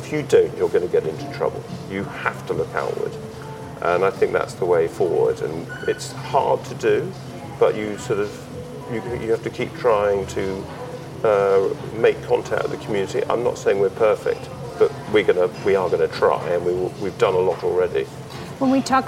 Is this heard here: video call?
no